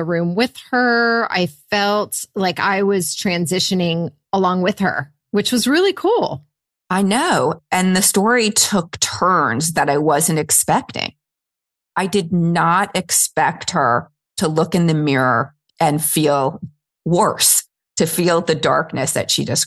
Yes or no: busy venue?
no